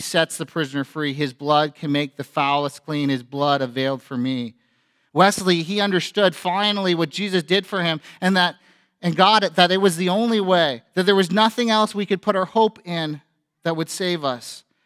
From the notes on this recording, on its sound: A sermon preached on Good Friday at FBC Church in Cobourg,